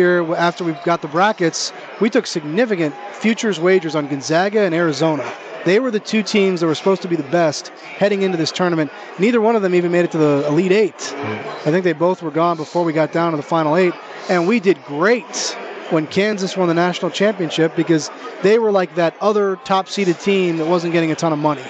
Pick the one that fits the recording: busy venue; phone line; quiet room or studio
busy venue